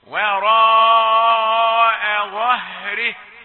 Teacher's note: همزة رقيقة والظاء بعدها مفخمة